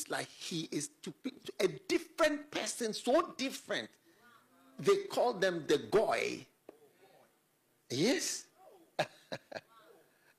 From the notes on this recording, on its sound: Preached at the FLOW Church Service.